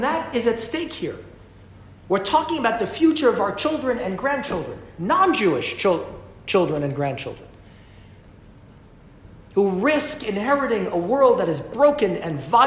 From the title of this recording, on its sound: LIVE from Westminster addressing Parliament